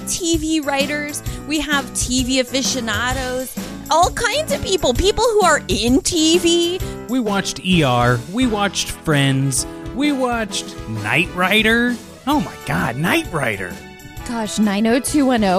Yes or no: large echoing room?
no